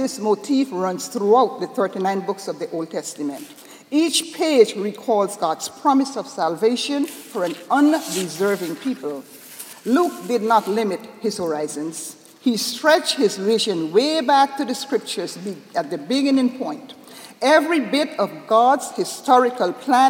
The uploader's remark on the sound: This sermon was delivered on Sunday, December 11, 2011 at Jan Hus Presbyterian Church and Neighborhood House in New York City.